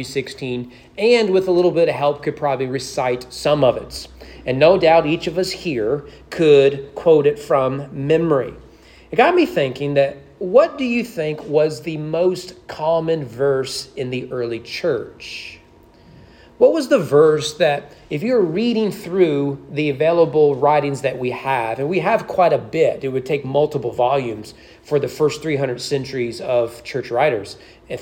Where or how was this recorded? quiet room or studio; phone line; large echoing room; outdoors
large echoing room